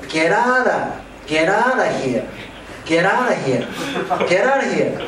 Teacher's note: Get out of で、V も消えちゃって Get outof